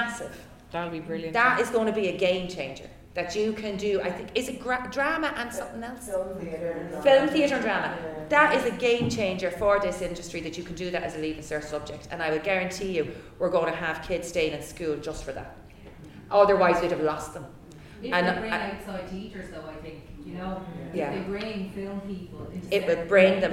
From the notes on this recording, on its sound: A Live Panel Podcast from WFT & WGI. Moderated a lively panel discussion.